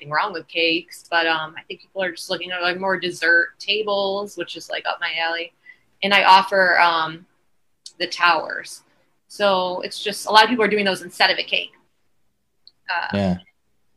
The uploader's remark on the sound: Recorded Live on Zoom.